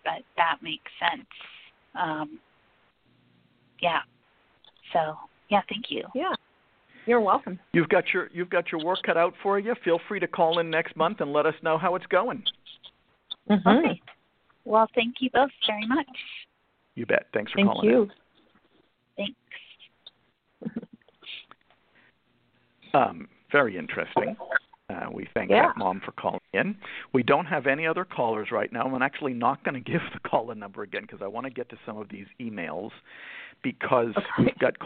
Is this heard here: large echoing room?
no